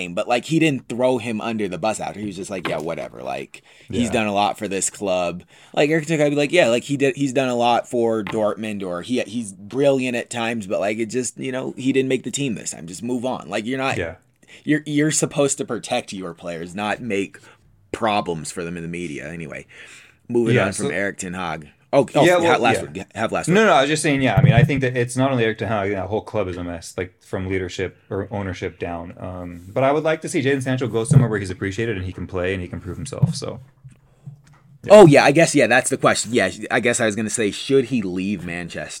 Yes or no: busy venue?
no